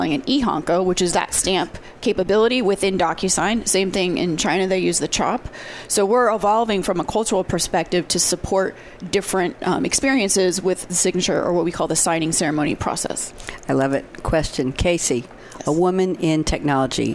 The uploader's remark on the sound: live at SAPPHIRE NOW 2017